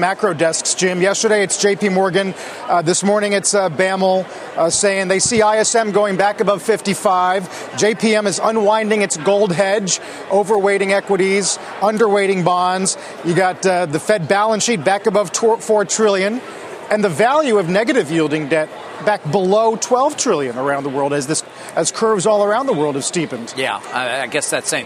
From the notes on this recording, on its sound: live from the Air Force Academy in Colorado